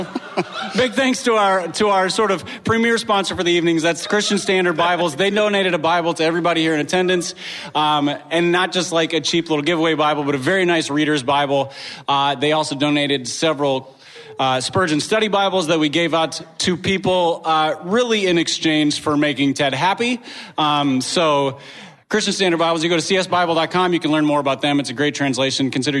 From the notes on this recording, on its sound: LIVE and in person at a hipster church in East Louisville. Enjoy this delightful interaction with listeners.